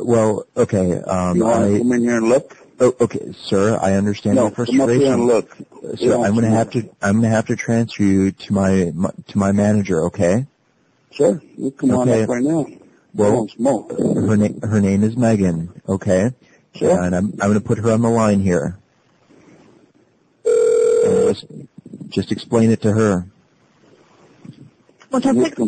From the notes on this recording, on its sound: RBCP's Personal Prank Phone Calls Collection